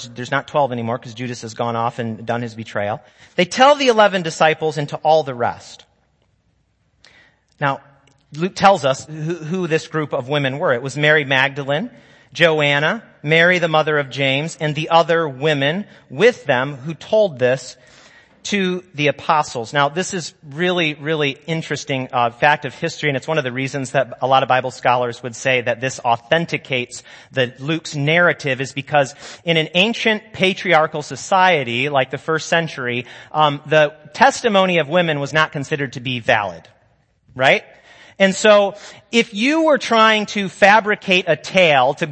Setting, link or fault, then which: setting, large echoing room